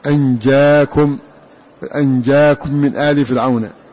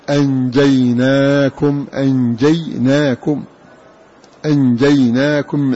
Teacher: بألف بعد الجيم في اللفظ، أنجاكم من غير ياء ولا نون · Shown in: first take